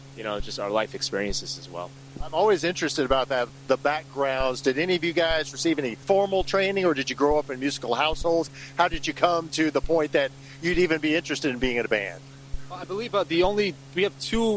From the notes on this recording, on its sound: Podcast recorded at Mag Bar in Louisville KY during the band's Alma Northeast 2018 Tour.